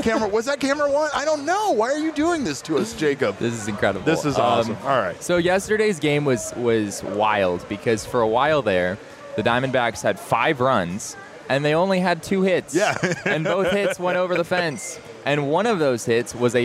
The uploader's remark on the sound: live from Four Peaks Brewing Company